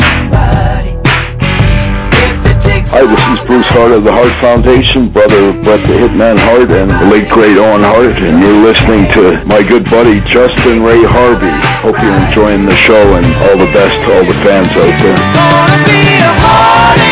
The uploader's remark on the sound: I sit down on the phone with my friend